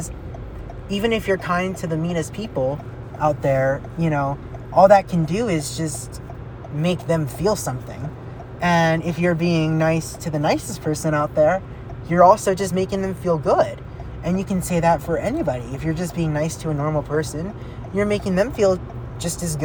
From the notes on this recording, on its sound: life updates while driving!